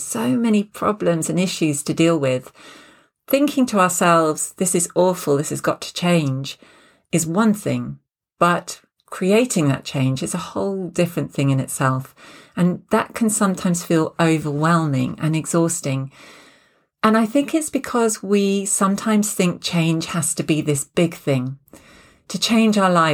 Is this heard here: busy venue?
no